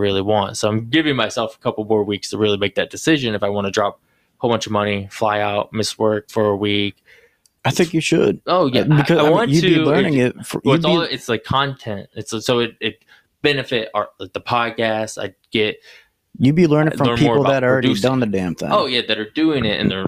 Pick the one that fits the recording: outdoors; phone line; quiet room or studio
quiet room or studio